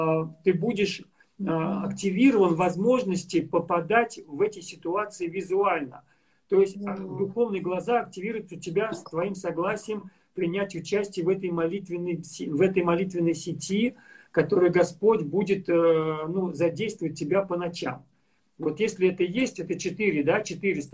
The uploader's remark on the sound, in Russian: Запись второй части прямого эфира из инстаграма.